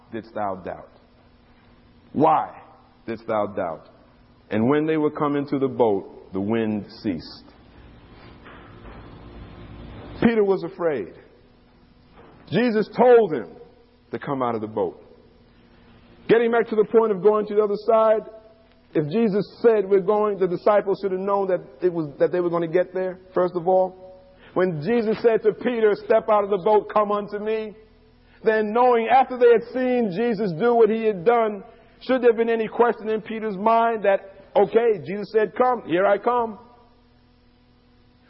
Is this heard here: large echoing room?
yes